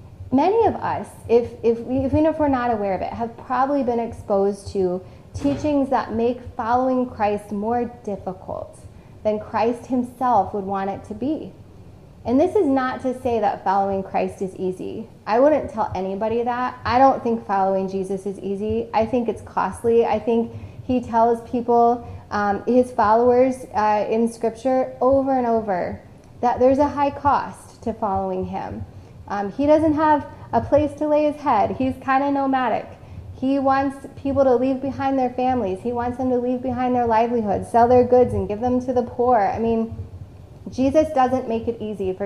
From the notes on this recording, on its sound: This message was originally preached on October 10, 2021, at CityChurch in Iowa City.